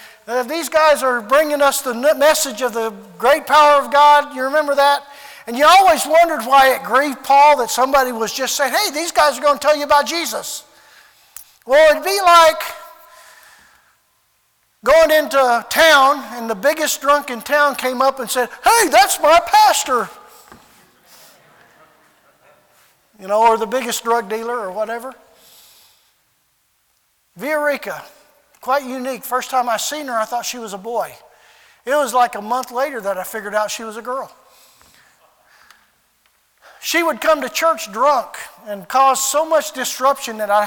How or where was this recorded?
large echoing room